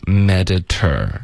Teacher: 这个 t 的音呢，我们就会保持它的这个 t 的发音。一般美式的发音会把 t 的音都会给浊化，可是这里不行。不行的原因就是因为它是一个重音的音节，重音的开头的这些 t 的音一般都不会浊化的。OK，所以我们就发 mediter，有一个 ter 儿化音，mediterray。Mediterranean，结尾的这个 N-E-A-N 这一段呢，很多的学生都会发成一个音节，就发成念念。可是英文呢得分开，你眼你眼，非常明显的两个音节。Mediterranean。Mediterranean、哦、我发现我刚说错了，那个 ter 的这个 t 不是一个重音的音节，可是 t 的音还是会保持。 I don't knowwhy、yeah.不知道为什么，不知道为什么就读成 Mediterranean 就对了。